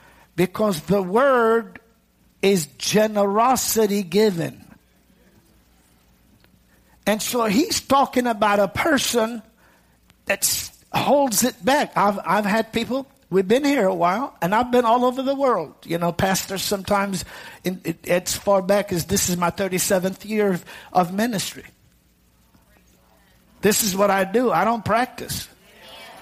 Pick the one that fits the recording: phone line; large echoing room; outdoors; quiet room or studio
large echoing room